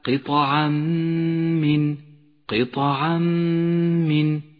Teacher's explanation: التنوين وبعده حرف الميم، يسقط التنوين من اللفظ · Term: الإدغام بغنة